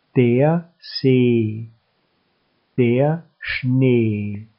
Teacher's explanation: Doppelt geschriebene Vokale spricht man gedehnt und leicht betont aus.